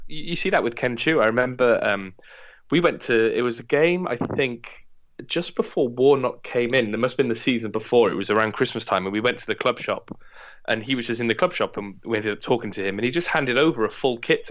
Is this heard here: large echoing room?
no